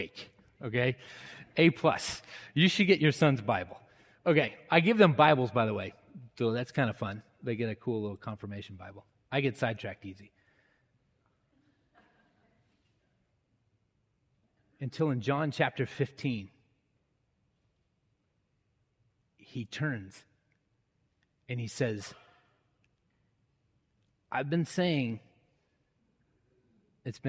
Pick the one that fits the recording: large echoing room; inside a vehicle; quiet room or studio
large echoing room